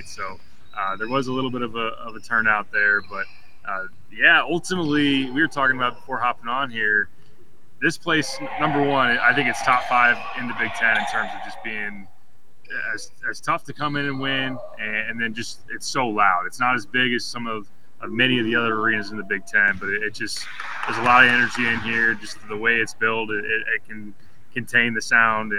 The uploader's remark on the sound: live from Jersey Mike's Arena